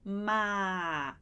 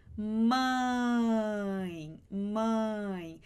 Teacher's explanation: o seu nariz, ele vibra um pouquinho quando você fala esse mãe · Shown in: second take · esse sonzinho que é meio como se a gente estivesse com o nariz entupido quando tá gripado, falando com meio fanho, assim. · Term: som nasal